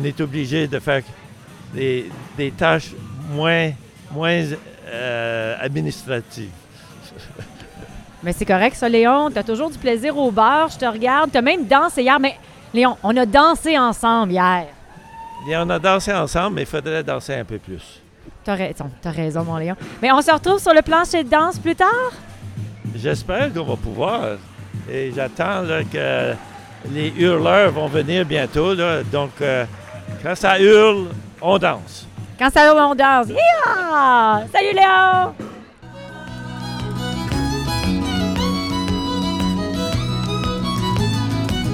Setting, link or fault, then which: setting, busy venue